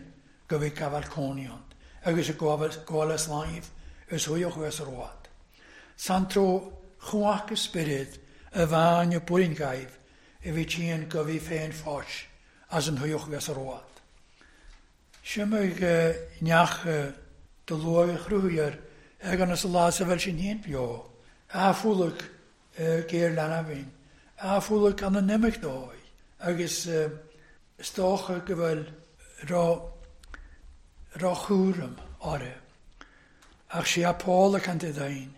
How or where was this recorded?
large echoing room